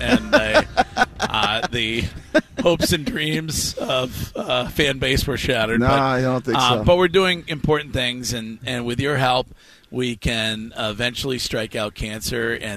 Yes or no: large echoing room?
no